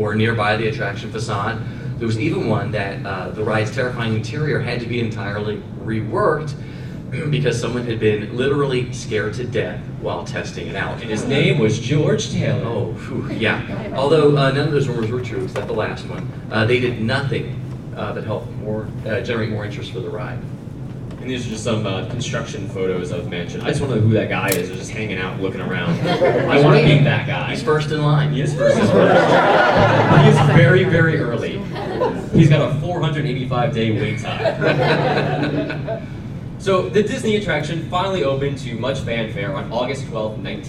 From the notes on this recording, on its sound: We recorded in front of a live audience at Dragon Con!